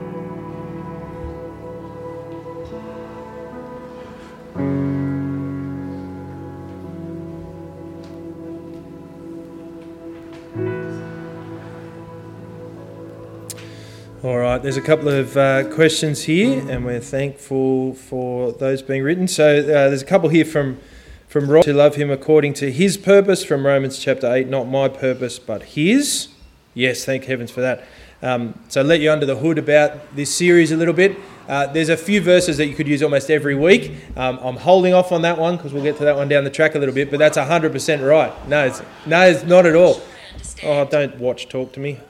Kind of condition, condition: setting, large echoing room